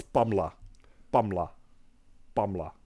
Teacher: Er is niets tussen de M en de L.